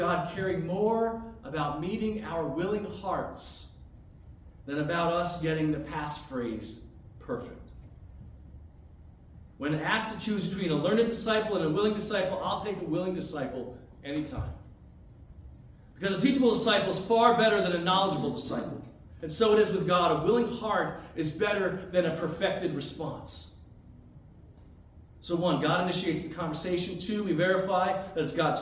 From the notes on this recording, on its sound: as delivered on Sunday, January 14, 2023 at North Branch Reformed Church